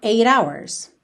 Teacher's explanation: Hours começa com H, não é vogal, mas esse H não é pronunciado. Então, o primeiro som que a gente tem da palavra hours é o som da letra O.